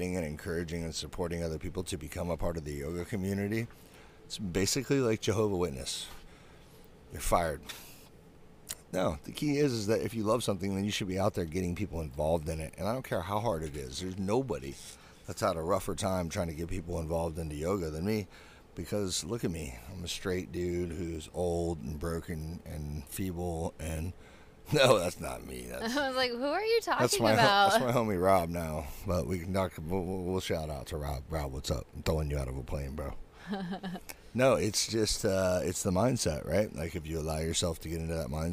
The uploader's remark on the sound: This week we recorded while #vanlife-ing it in the beautiful town of Tarpon Springs on the West Coast of Florida.